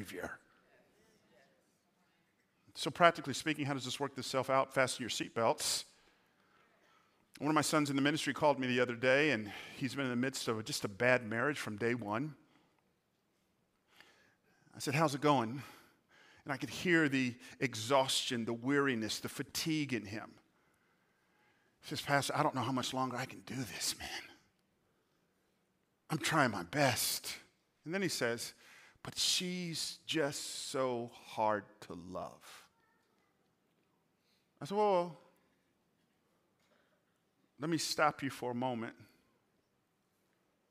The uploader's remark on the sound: Recorded on 4/2/23 at Hope Church in Las Vegas.